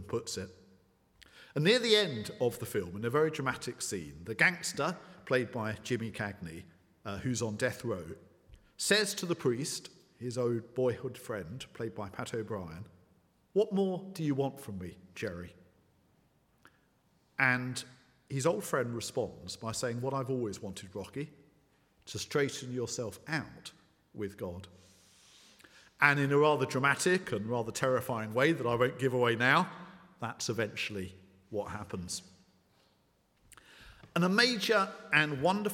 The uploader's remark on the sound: at the 11 o'clock service